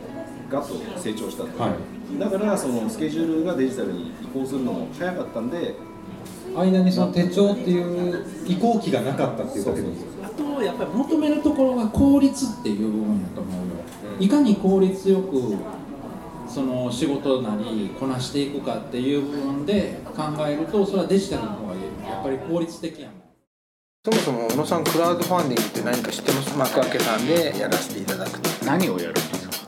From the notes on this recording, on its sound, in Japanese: 手帳事典2018出版記念 公開録音｣の模様をお届けします。